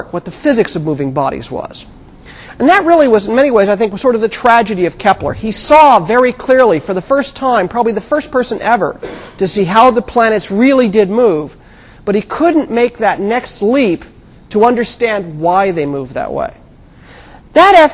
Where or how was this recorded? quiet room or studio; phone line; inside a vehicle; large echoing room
large echoing room